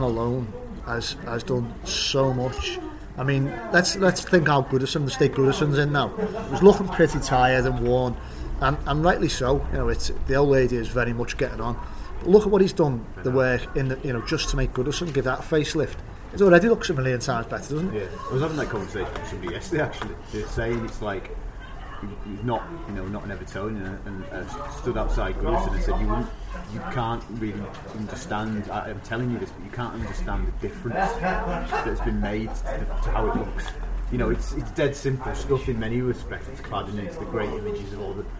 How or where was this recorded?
busy venue